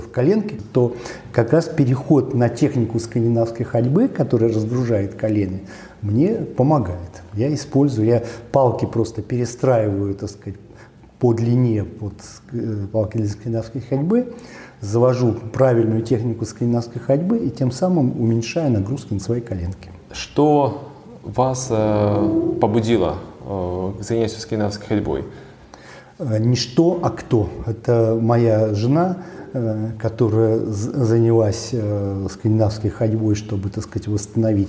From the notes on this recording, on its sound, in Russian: на встрече, посвящённой 5-летию школы NordicWalking